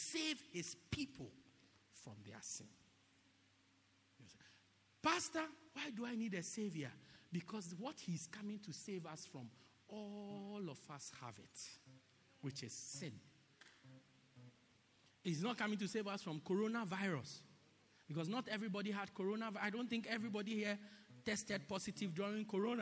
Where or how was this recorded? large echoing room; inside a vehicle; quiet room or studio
large echoing room